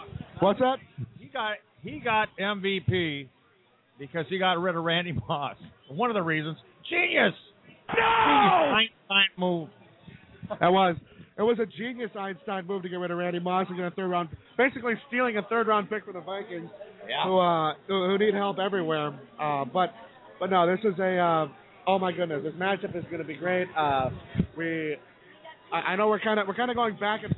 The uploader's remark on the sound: Live from Lambeau Field!! LIVE from the shadows of Lambeau Field on Super Bowl Sunday! Hopefully get some bystanders to make comments on the game!